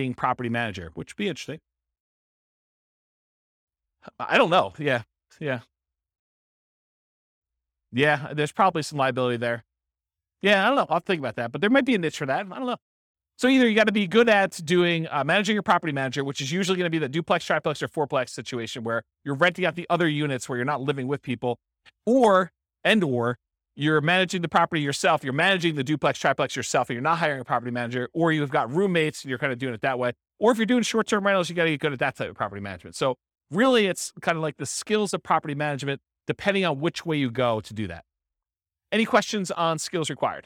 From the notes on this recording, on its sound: This was a live class recorded